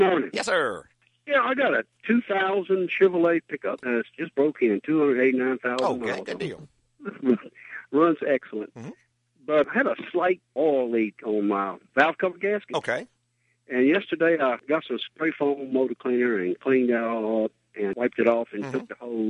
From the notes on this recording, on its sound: answer calls from listeners